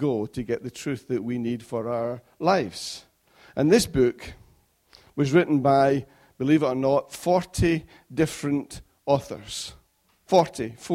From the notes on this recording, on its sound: Recorded at freedomcentre church, Preston on Sunday 21st February 2016